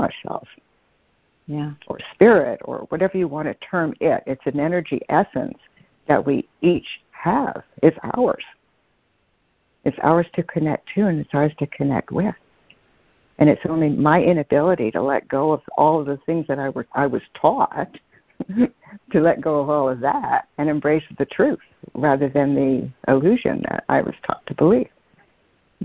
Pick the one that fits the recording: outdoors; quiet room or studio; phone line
phone line